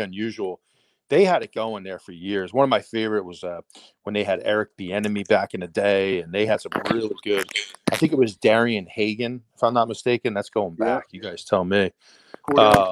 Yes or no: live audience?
no